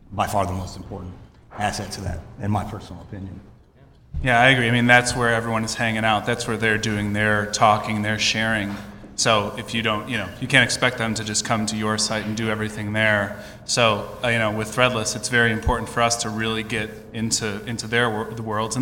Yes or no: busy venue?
yes